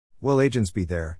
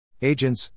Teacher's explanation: tearfully exchanging the glottal stop for a loud T sound